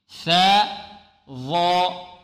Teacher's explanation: هذه الحروف الثلاثة تخرج من مخرج واحد وهو طرف اللسان مع أطراف الثنايا العليا أو أطراف الثنيتين العليين، ثاء ظاء ذا، لابد من إبراز طرف اللسان.